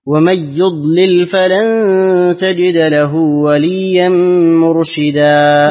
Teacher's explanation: اقرأ له بترك الغنة